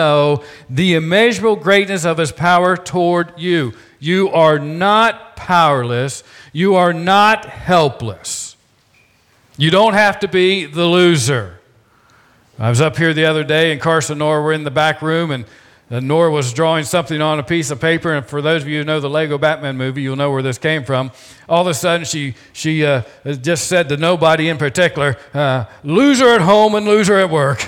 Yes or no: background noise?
no